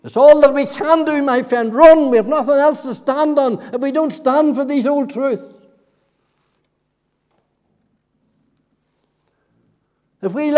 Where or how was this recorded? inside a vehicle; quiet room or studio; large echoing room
large echoing room